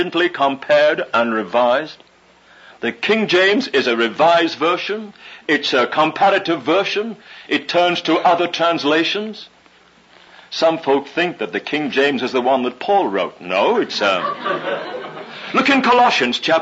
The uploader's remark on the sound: Session 1 from His Hill's 1981 Thanksgiving Conference